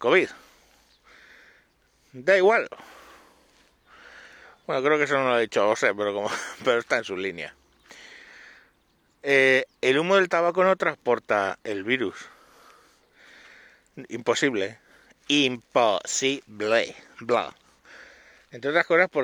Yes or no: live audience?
no